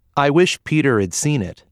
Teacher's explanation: Do not pause or add a vowel after the contraction. After nouns, had may be reduced to id and linked closely to the words around it.